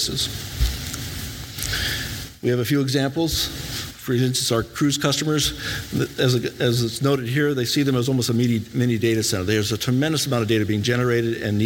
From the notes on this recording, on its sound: This weeks podcast is a live recording from the Canadian Space Summit.